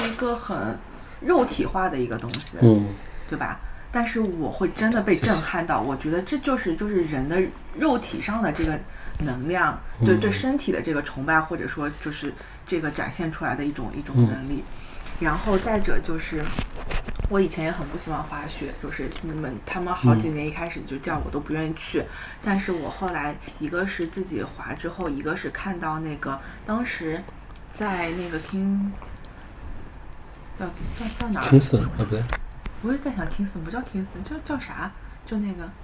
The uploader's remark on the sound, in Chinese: 录音质量不佳，并伴有喝酒做饭吃馄饨的声音。